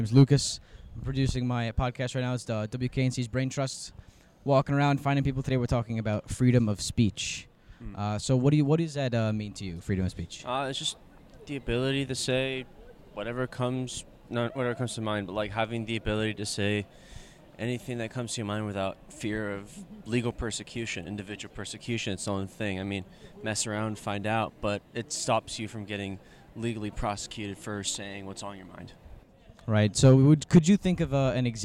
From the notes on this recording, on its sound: Episode 9 takes the listeners outside of the studio and into the heart of NC State’s campus: the Brickyard. Offering passing students an opportunity practice their “freedom of speech” and participate in the episode.